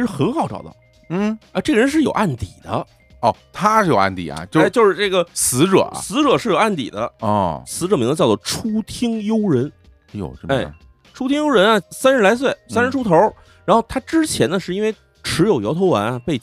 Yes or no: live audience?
no